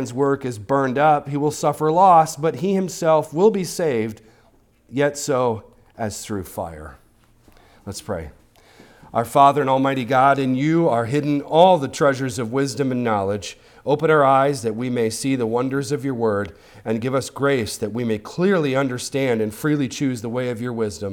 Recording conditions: large echoing room